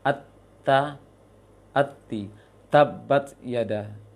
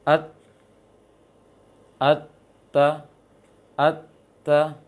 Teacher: pengucapan ta itu lisan tidak keluar dari gigi, dari batas gigi. · Shown in: second take · Maka bacanya at, atta, atta, dan juga jangan pakai ke ujung langit-langit.